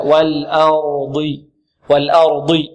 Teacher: والضاد مفخمة وإن كانت مكسورة، وإن كانت مكسورة فهي في أقل مراتب التفخيم · نرقق اللام ونرقق الهمزة ونفخم الراء ونفخم ماذا؟ الضاد. هكذا والواو كذلك قبلها مرققة.